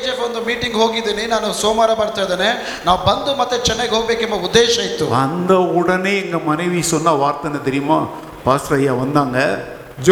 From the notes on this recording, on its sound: Preached at Full Gospel Church, Jalahalli. On the occasion of the Church's 55th anniversary.